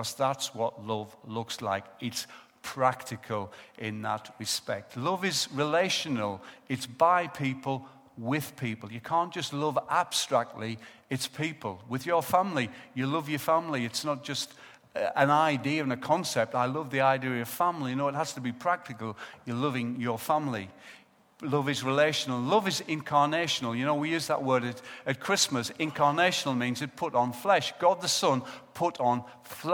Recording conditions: large echoing room